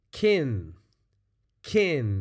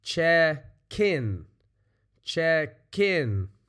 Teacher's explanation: But the way we say it, check in. We kind of move that K, that K, over to the beginning of the in.